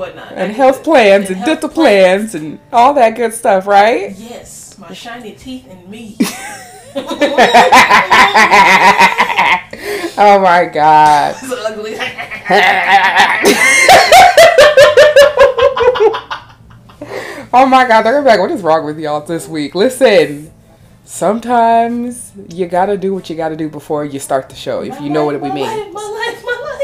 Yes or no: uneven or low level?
yes